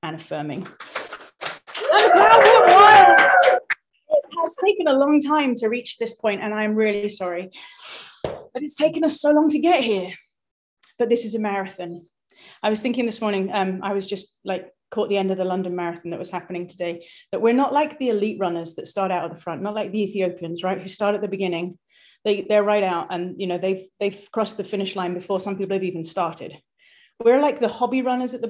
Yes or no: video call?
yes